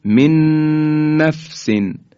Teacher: نون ساکن رسیده به نون دیگر. وقتی میگیم این ادغام جزء ادغام مع الغنه است، یعنی از حروف یمون هست و صدا در فضای بینی میپیچه. اگر ما این سوراخ‌های بینی رو هر دو رو بگیریم و کلمه من نفسن رو تلفظ کنیم، ببینید چه اتفاق میفته.